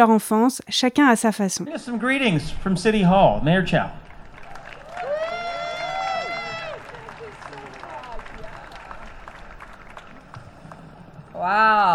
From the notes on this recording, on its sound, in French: Plusieurs officiels ont pris la parole devant un public fidèle et heureux de reprendre cette tradition vieille de 144 ans.